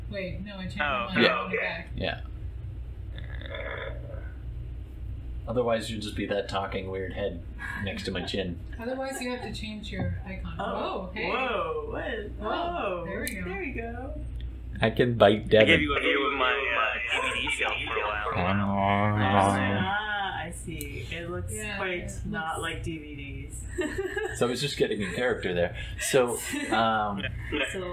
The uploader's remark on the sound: Sorry about the echo on the feed, we did eventually fix that but not this episode.